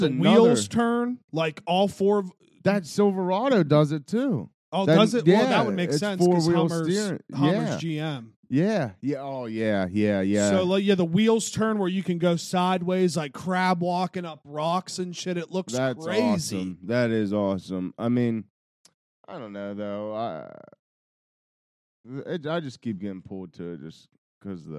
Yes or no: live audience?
no